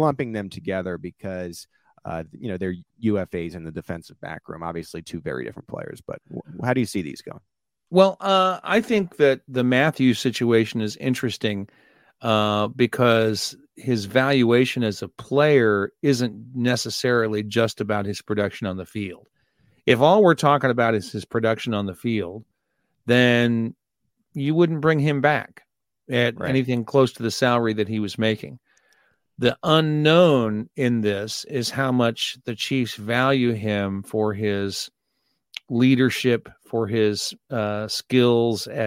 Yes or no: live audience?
no